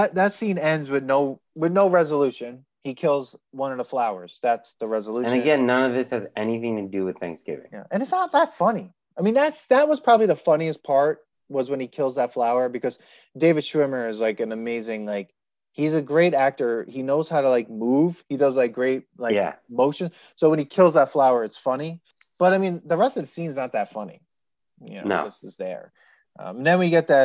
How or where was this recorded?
video call